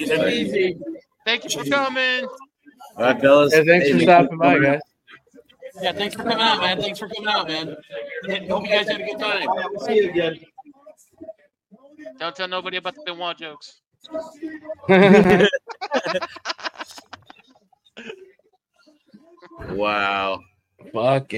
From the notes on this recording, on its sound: Enjoy the audio playback from our LIVE show at Copeland’s Bar and Grill !!